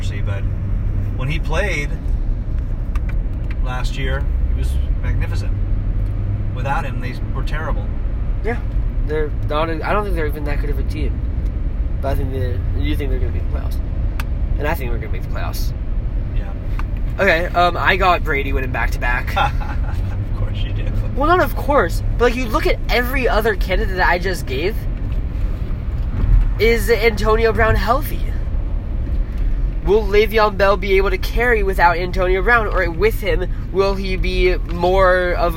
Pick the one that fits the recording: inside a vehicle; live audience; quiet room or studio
inside a vehicle